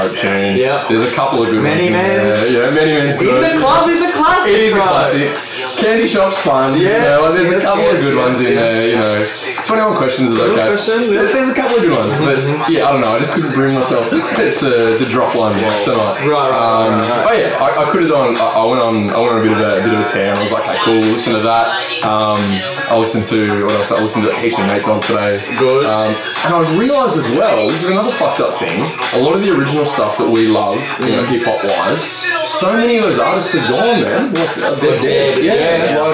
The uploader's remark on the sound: This episode suffered an audio malfunction and so the sound quality is rubbish